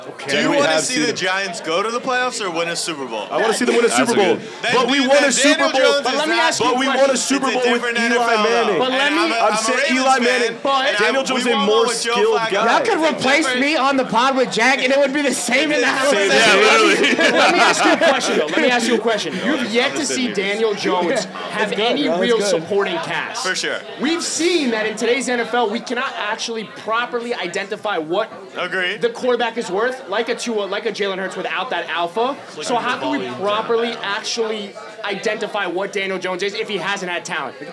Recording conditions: busy venue